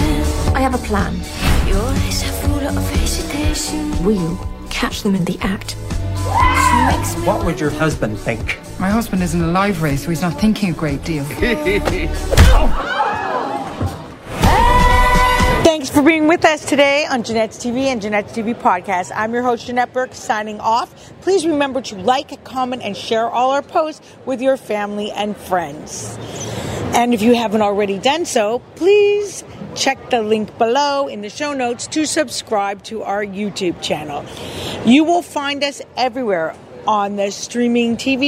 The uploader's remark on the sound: Straight from the 2023 Tiff Red-Carpet Premier